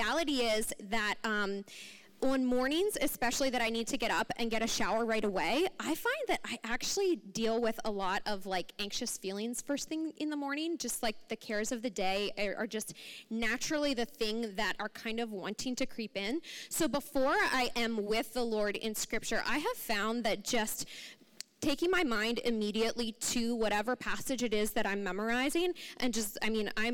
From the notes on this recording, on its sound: Recording from 11/11/23 Women's Brunch